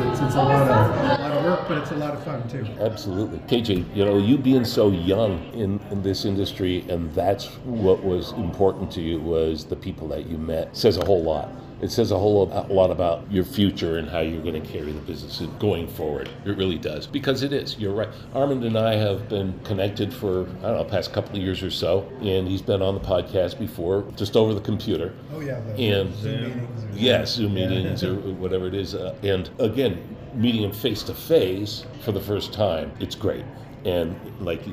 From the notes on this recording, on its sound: live from Idaho Falls at the 2023 Idaho Potato Commission Foodservice Harvest and Packing Tour